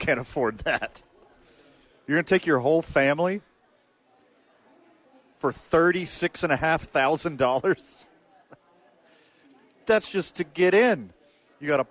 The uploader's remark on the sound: live at American Home Furniture supporting a blood drive